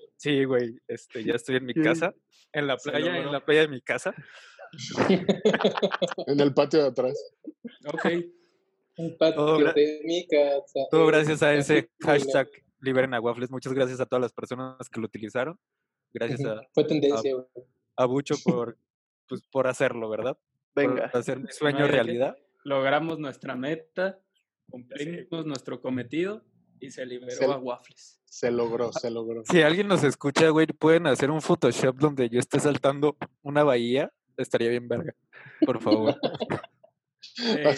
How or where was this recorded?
video call